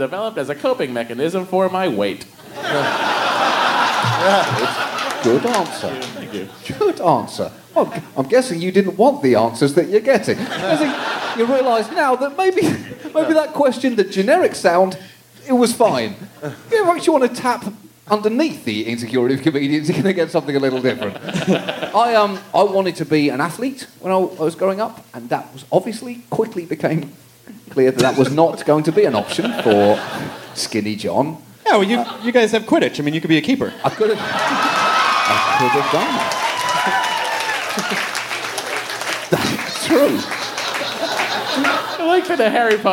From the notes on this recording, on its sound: Recorded in front of a live audience at SxSW.